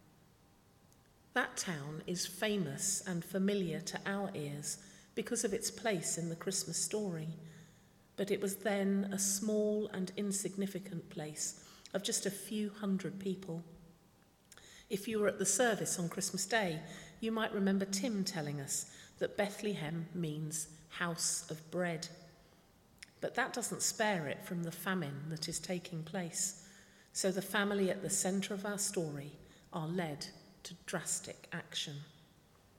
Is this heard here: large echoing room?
yes